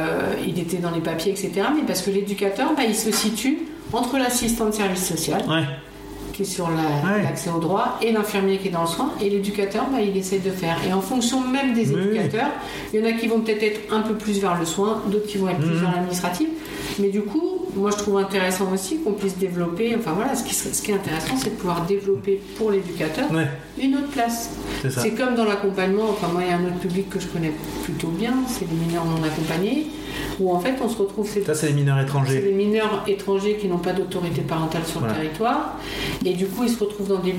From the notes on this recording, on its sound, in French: Le bruit en fond est le souffle d'une chaufferie. Je réfléchis encore à la manière d'améliorer les conditions d'enregistrement.